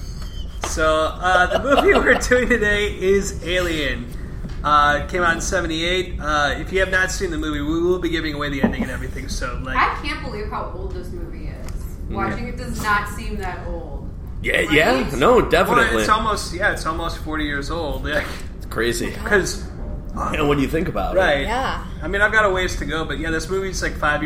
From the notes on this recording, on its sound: It's the same episode with Nostromo ambient noise. It sounds like we're on a spaceship.